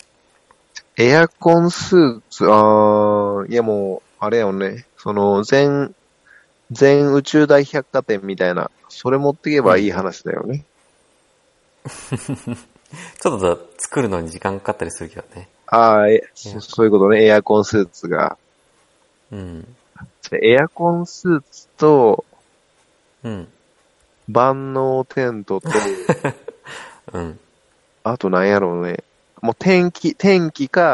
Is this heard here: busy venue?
no